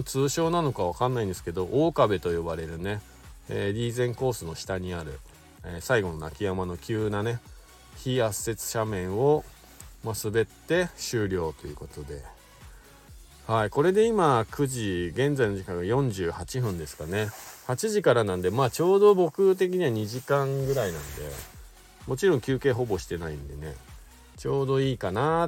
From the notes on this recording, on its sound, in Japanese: 白馬八方尾根。本日、白馬八方スキー場で滑り終了後 車の中から。